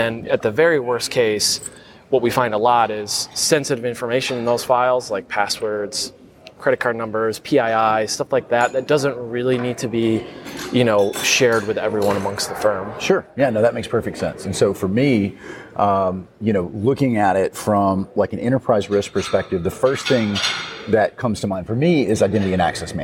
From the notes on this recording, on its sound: Live at LegalSec22. Coming at you LIVE from LegalSec22 in San Antonio Texas.